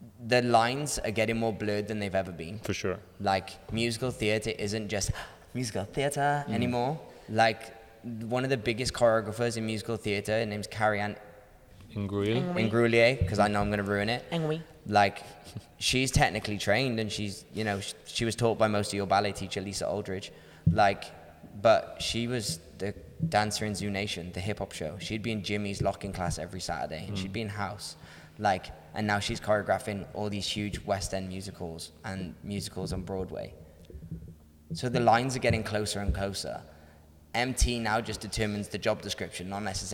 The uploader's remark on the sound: At The Ins And Outs Easter Intensive we had a Q&A